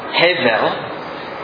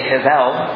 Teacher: That is the Hebrew word that is translated, and I am attempting to pronounce it in the way that a Hebrew might have pronounced it, as best I can discern from what I could find on the internet. Hevel, with the emphasis on the first syllable · Shown in: first take · But what I find when I go to say that word is my English brain wants to put the emphasis on the second syllable.